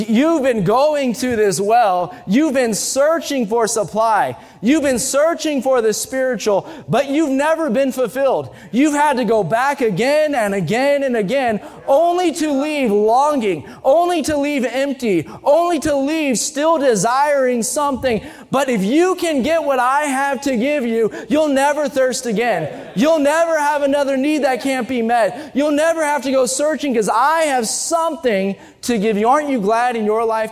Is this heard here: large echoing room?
yes